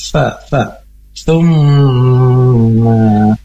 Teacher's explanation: Makhraj huruf ta ini adalah dari ujung lidah yang bertemu dengan ujung gigi seri bagian atas. Nah, ketika mengucapkan huruf ta ini, ujung lidah sedikit keluar menyentuh dan mendekati ujung gigi atas.